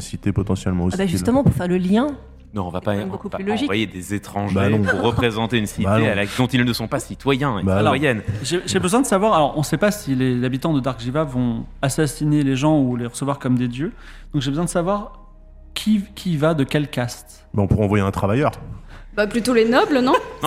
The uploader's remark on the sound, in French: Enregistré en public à Jussieu dans le cadre du festival Play Sorbonne. À Paris. Diffusé en direct sur Twitch et retransmis ici en podcast.